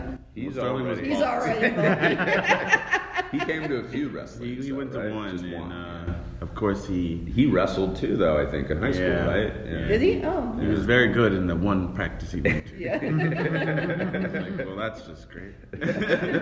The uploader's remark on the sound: at the 2019 Middleburg Film Festival